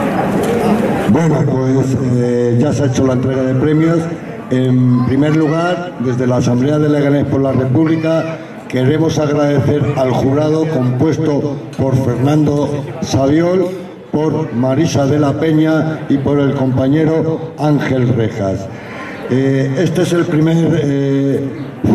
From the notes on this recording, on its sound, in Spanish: El audio de la ceremonia de entrega de los premios y diplomas. Organizado por la Asamblea por la República de Leganés.